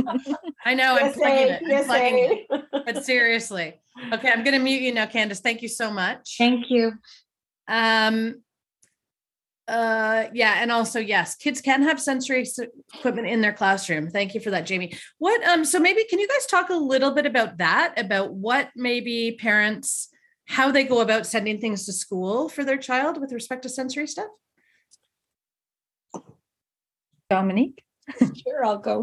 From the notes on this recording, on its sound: this was initially recorded as a video webinar